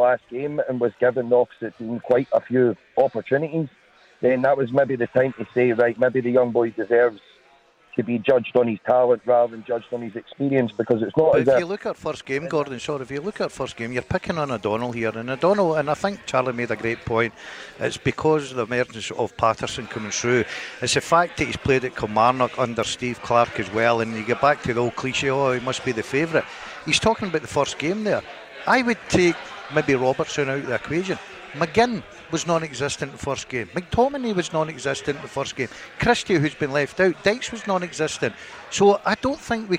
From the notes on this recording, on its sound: live from Scotland HQ at Drygate Brewery